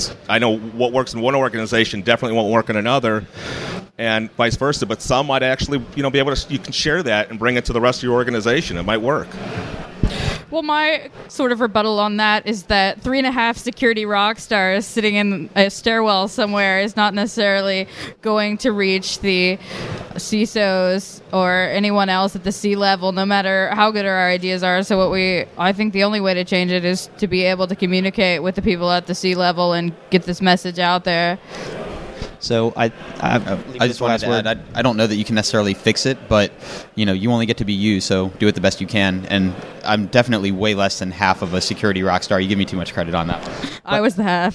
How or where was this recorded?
busy venue